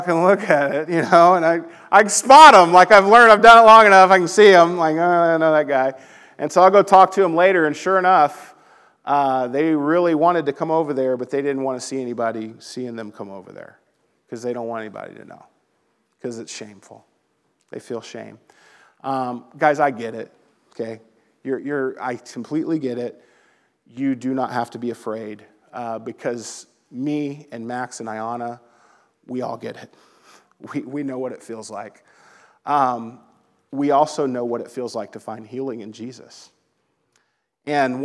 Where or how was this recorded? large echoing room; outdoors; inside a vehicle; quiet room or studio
large echoing room